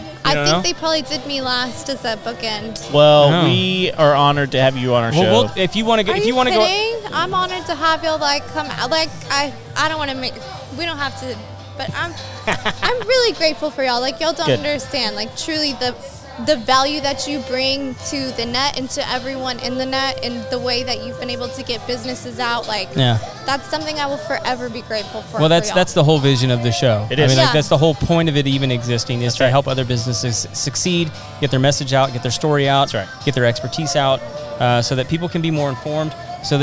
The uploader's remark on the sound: Live from Baker Street Pub and Grill in The Woodlands, Texas. Bring the entire studio to the waterway.